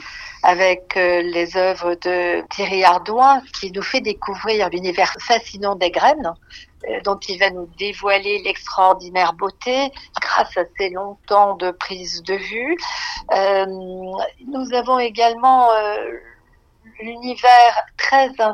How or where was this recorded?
phone line